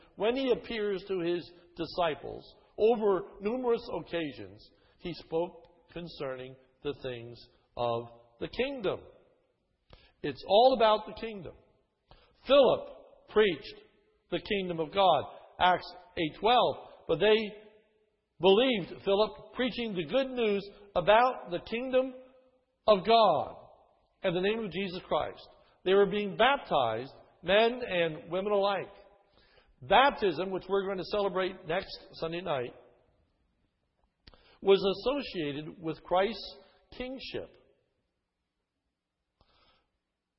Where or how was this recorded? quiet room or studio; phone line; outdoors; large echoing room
large echoing room